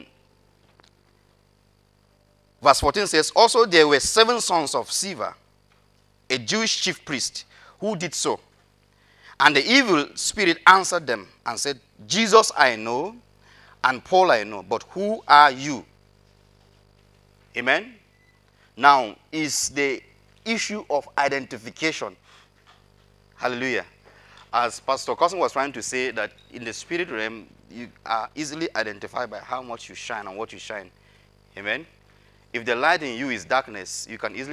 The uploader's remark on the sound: Audio recording of the sermon on the 2nd of January, 2022.